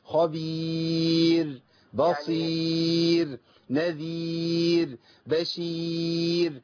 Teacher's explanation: نوقف عليها بالابتسامة اللي هي هيئة الياء، لان الحرف مرقق والياء مرققة · Term: هيئة الابتسامة